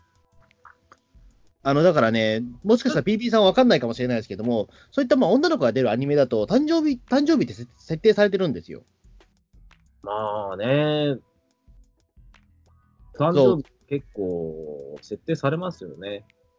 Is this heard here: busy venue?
no